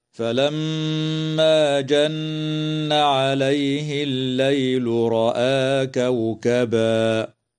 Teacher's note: قوله تعالى: فلما جن عليه الليل رأى كوكبا، الميم المشددة في كلمة فلما، وكذا النون المشددة في كلمة جن، حكمهما الغنة بمقدار حركتين وصلا ووقفا، وتمد الألف من كلمة رأى من قبيل مد البدل بمقدار حركتين